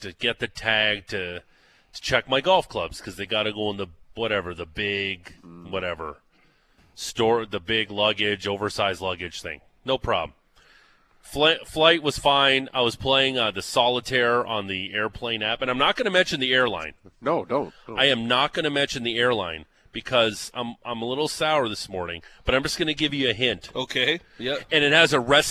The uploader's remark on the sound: live from the Flames Charity Golf Classic at Country Hills Golf Club